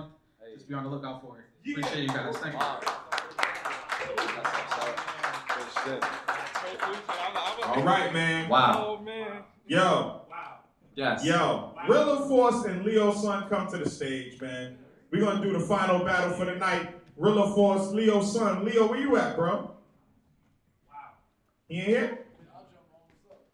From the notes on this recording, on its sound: Live at Middle East Upstairs - Cambridge, MA. We had to do this episode live! Open the stage for producers, big and small, to pull up and play their beats live.